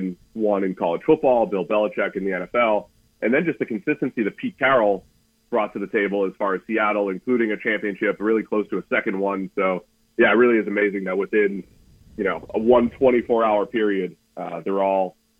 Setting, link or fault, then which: link, phone line